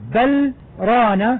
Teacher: هناك سكتة لطيفة على اللام ولا يوجد فيها إدغام، وهي أحد الأماكن التي يسكت فيها على الحرف، وسنذكرها مستقبلا إن شاء الله تعالى.